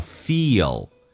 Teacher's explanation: Motivation 指的是这样的动力，你所需要的这样的动力。我们来看一下第一个单词 if,它是一个短元音，声音下沉到嗓子眼，往后靠一点点。吸气 if your life I 稍微的饱满一点，先发 a 再发 i life feelslike。那么 feel 这个单词很难发，首先它是一个长元音 e，然后再加一个 l，这个发音叫 o。最关键是 l 这个发音很难处理，就是因为它的舌尖要抬起来，靠向你的上齿龈，在上牙齿后背一点点，叫 o ofeel。通常在发这个音的时候，中间会加个也或者加个都是可以，叫 feel。